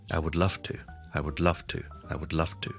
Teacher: 的时候，给个例子大家。L-O-V-E 是 love, love,love。如果我后面不是一个都是声带震动的音，例如譬如我 to, T-O T 音是一个声带不震动的音的，那我 love to 的时候，我那个 V 音我是不需要读到个 V 是那么 voice 的，即是我不需要 loveto， I would love to 不需要的，反而我听下去呢是似一个 F 音的。I would love to, I